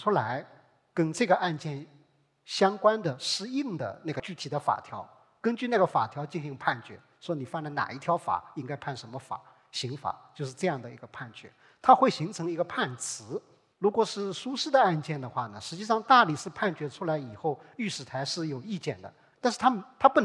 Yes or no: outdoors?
no